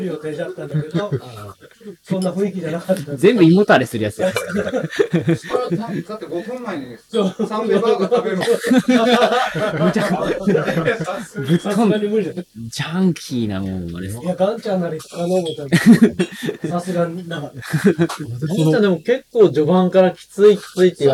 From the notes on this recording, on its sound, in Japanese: のやっているお好み焼き屋さん「がんちゃん」にて収録。美味しいご飯とお酒に舌鼓を打ちつつ。打ち上げ兼収録のため雑音も多々ございますがご容赦ください。